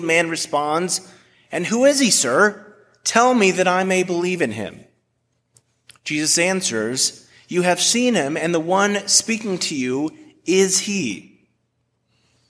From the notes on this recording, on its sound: A message delivered at Washington Park United Methodist Church